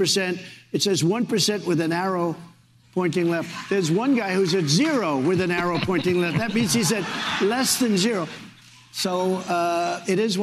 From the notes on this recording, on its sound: with a very vocal live studio audience